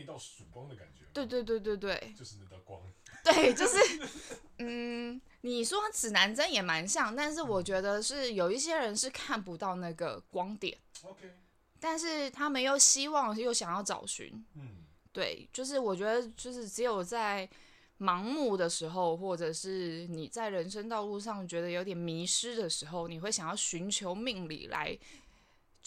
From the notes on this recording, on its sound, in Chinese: 收音有回音，別開太大聲！